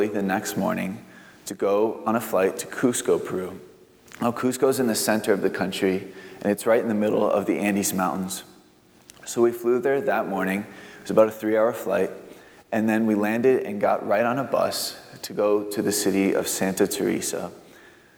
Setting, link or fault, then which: setting, large echoing room